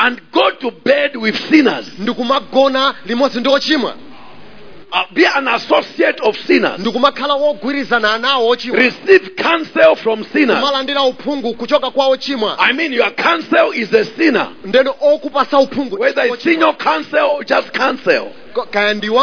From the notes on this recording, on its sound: Preached During the Week of Jubilee at Word Alive Blantyre City Church on 8th February 2023